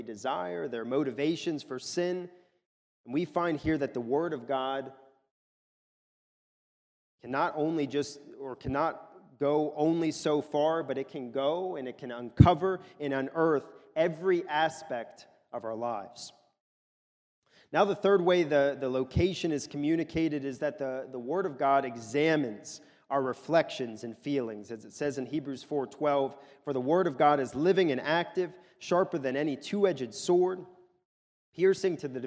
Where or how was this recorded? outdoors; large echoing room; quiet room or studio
large echoing room